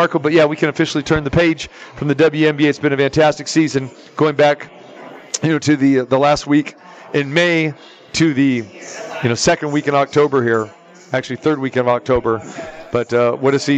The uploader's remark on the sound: Live from the Super Book at Westgate Las Vegas